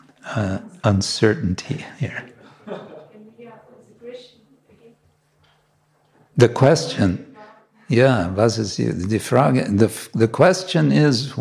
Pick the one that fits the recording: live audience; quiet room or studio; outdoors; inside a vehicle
live audience